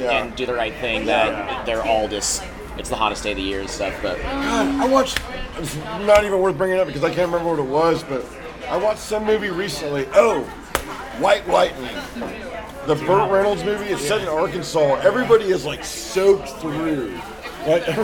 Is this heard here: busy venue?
yes